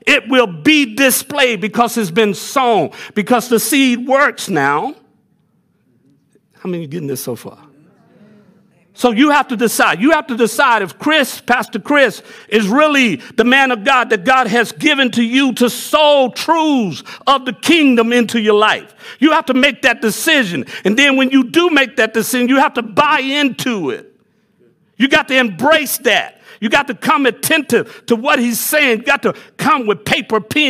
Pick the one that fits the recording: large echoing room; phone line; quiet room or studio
large echoing room